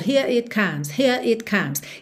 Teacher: fica mais fácil ligar na próxima vogal enrolando o R